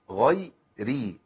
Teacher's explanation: الراء مكسوره والراء المحركه بكسر في القران كله مرققه